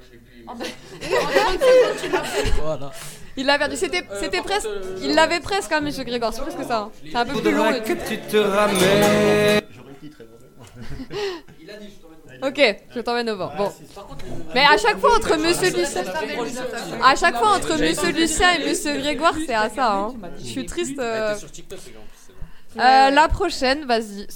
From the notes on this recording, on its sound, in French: A l'occasion, des portes ouvertes du lycée, nous avons enregistrer une émission un peu spécial.